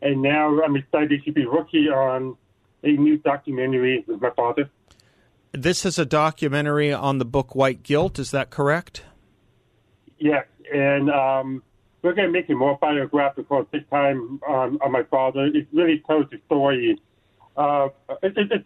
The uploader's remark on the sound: join the show by phone